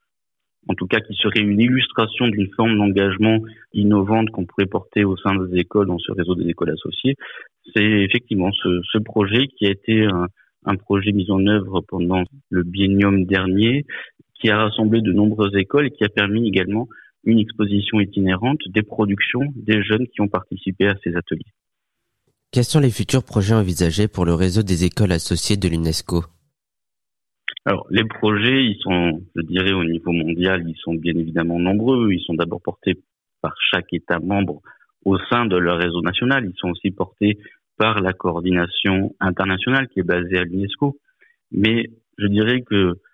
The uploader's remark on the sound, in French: Notre partenaire Eco Radio, du collège français Vincent Van Gogh de Blénod-lès-Pont-à-Mousson, qui fait partie du réseau, s’est entretenu récemment par téléphone.